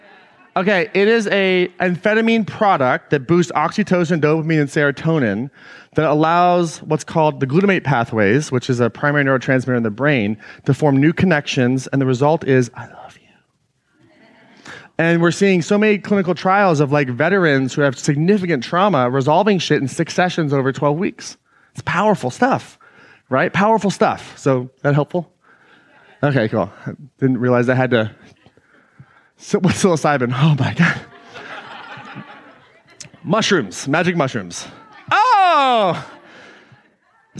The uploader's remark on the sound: an excerpt taken from Claim Your Power Live 2019